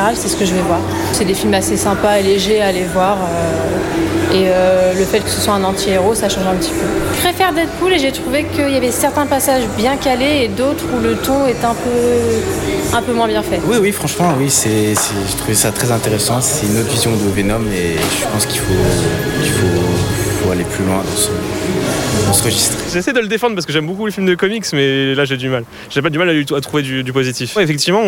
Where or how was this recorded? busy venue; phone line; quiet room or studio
busy venue